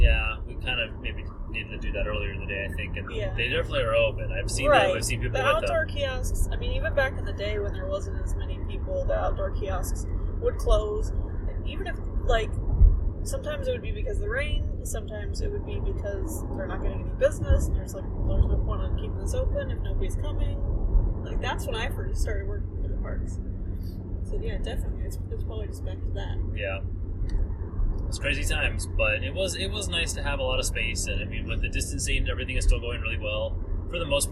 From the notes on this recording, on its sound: are in the car again